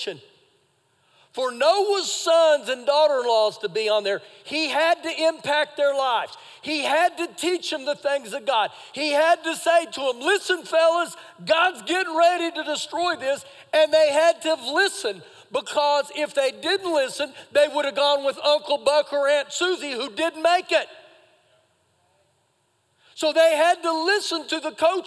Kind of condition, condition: setting, large echoing room